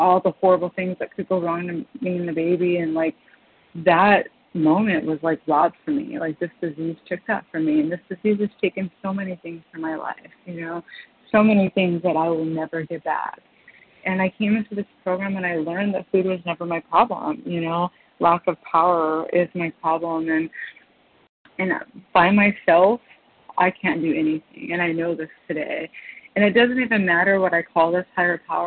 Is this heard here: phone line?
yes